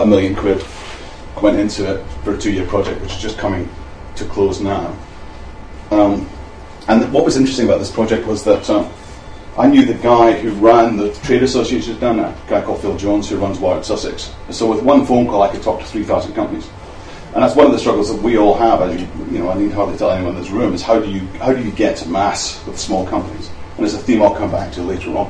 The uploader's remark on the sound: Speaks at SRHE Enterprise and Work-based Learning Network.